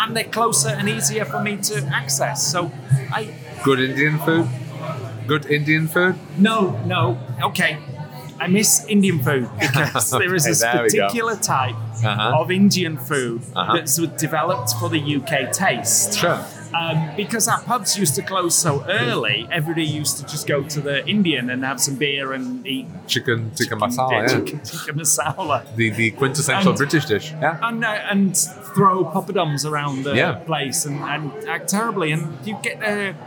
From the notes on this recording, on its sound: We sat for about 40 minutes in Kafe Pragovka during the Czech Barista Championships , and despite the noise in the coffee shop and at the event. We sat for about 40 minutes in Kafe Pragovka during the Czech Barista Championships , and despite the noise in the coffee shop and at the event.